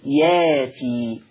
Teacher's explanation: الياء مفتوحة، يبقى تبدل ألف، لأن الياء مفتوحة فهتبدل ألف · Term: الإبدال